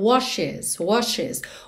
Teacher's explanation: O E realmente faz a ponte entre o SH e o S.